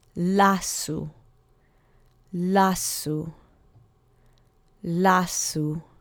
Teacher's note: And the accent is on the penultimate syllable.